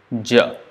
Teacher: palatal, voiced, unaspirated is j. Voiced, j, from deeper part of the throat, right?